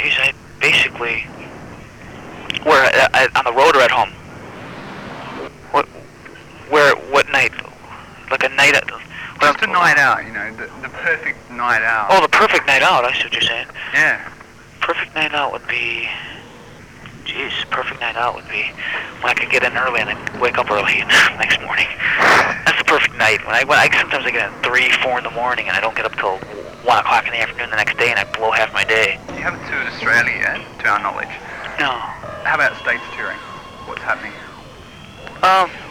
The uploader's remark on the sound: Audio quality is a shocker, due to tape-bleed from the only remaining copy of the interview.